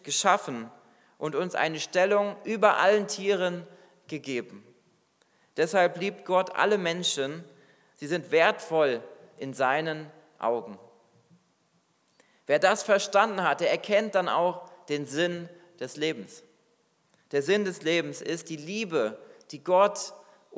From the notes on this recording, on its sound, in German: Predigt aus dem Weihnachtsgottesdienst